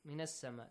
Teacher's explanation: Because لام التعريف is here with the sun letter.